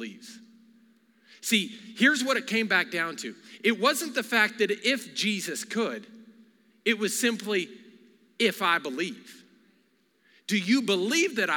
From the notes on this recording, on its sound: Recorded live during our Wednesday night service